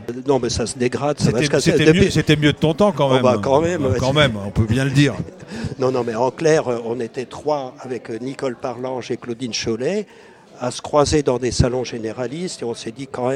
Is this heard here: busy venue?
yes